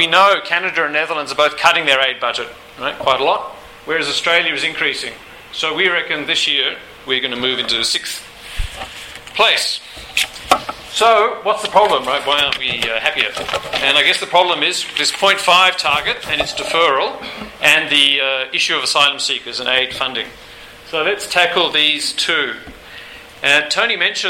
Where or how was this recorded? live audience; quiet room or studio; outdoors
live audience